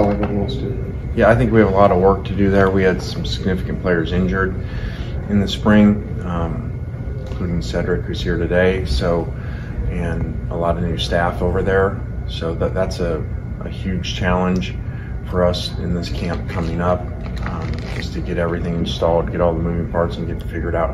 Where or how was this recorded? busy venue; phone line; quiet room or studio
busy venue